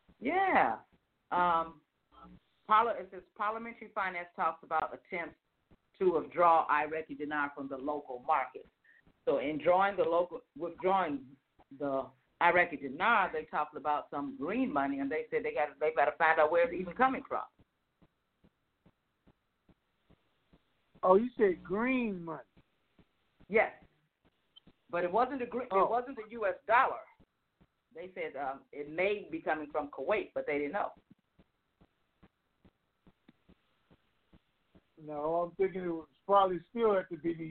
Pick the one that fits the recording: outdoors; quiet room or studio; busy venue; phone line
phone line